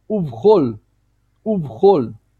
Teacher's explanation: Здесь у нас тоже шва. Шва, но поскольку у нас перед этим идет буква гласная, это у, поэтому мы не произносим это шва, здесь нет надобности.